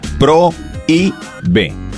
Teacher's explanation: La O y la I se pronuncian en sílabas distintas. · Term: hiato